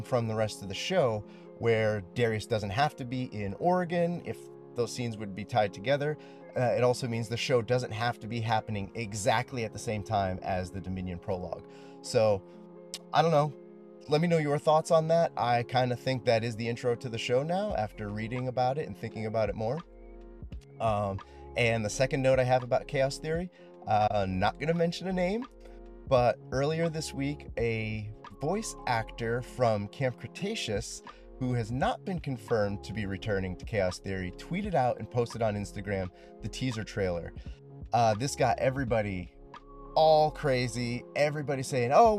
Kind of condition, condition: setting, inside a vehicle